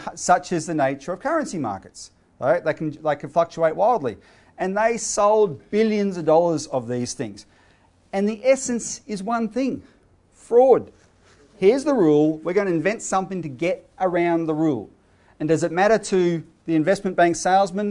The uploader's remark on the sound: given at the CEC's Activist Conference, 26 February 2017